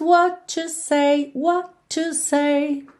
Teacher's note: what to Junta num som só.